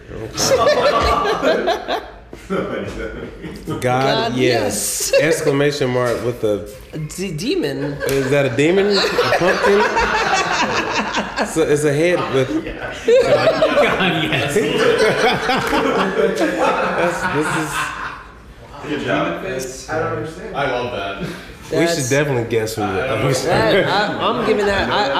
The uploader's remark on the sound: Recorded in front of a live audience for the first time.